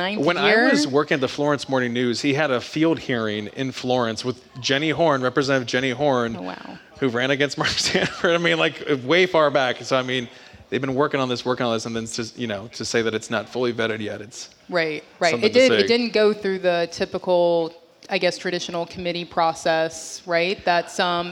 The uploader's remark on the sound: Live From Clemson. Recorded live at Kite Hill Brewing Co. In Clemson, SC.